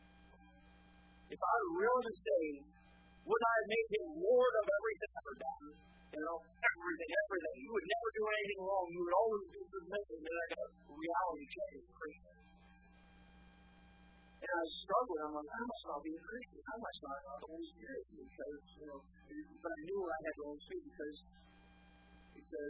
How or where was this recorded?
large echoing room